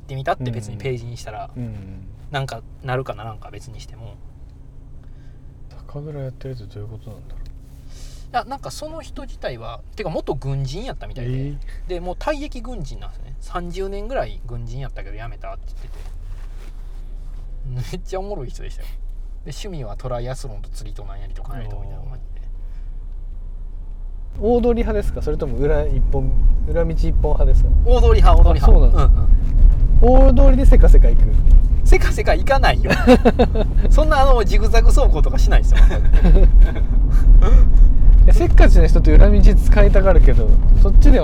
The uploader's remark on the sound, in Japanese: 恒例の移動中録音回。今回車で走っているのは目黒区五本木〜世田谷区池尻周辺の往復です。